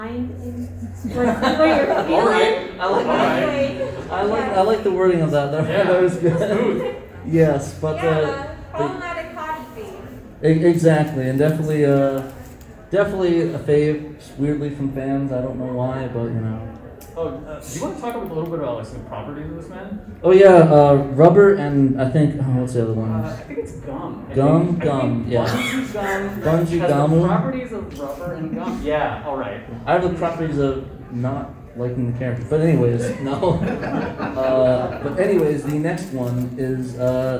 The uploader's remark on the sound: 3 of the 5 members of the pod crew did a panel at Saboten Con 2021 in Phoenix Arizona.